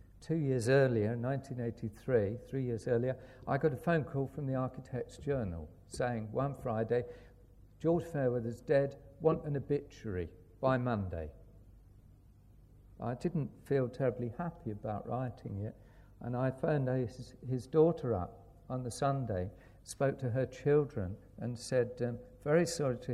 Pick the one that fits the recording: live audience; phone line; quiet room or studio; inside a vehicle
live audience